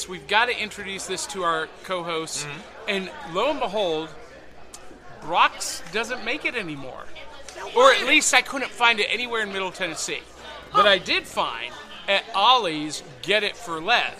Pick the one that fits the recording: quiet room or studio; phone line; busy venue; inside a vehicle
busy venue